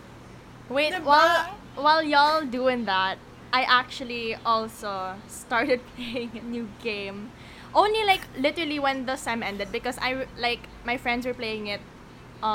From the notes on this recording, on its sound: they know about the weird whirring background noise.